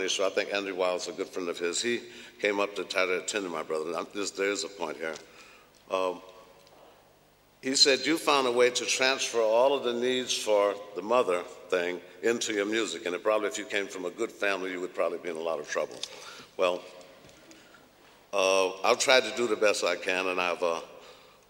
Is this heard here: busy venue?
yes